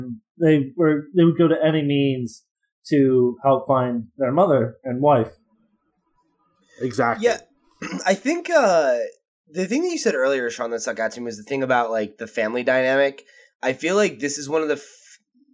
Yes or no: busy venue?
no